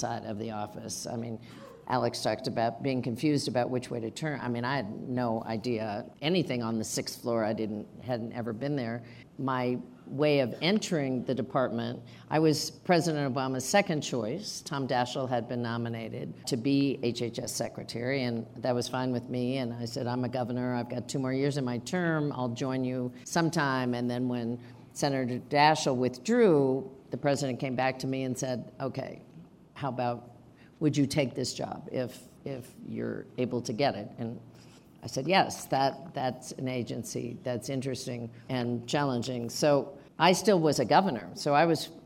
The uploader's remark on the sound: Taped in June before a live audience at Aspen Ideas: Health, part of the Aspen Ideas Festival, in Aspen, Colorado.